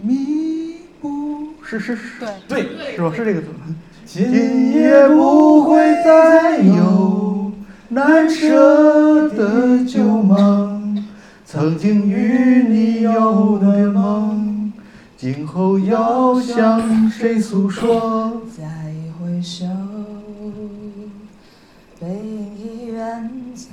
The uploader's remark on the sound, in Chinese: 这两期是同一次录制，因为音频时长过长，我们分成了上下两期。在大风天喜剧的剧场录制。